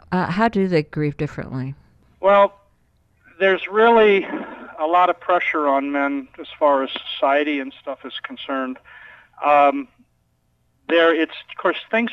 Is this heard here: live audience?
no